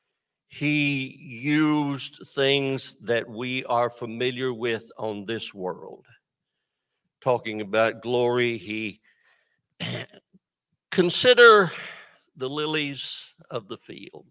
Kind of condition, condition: setting, large echoing room